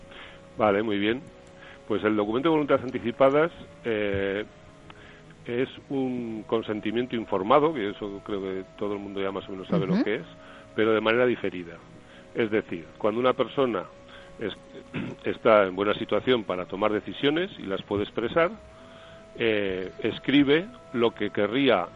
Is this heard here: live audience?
no